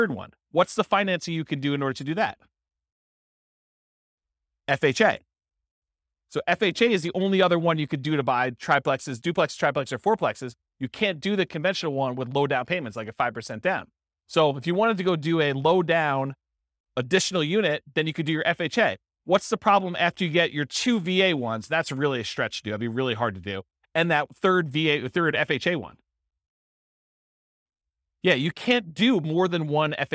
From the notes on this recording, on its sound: This was a live class recorded